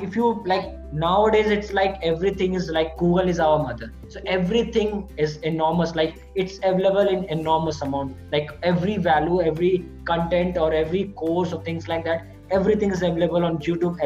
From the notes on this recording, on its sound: A zoom call with a beautiful and positive soul.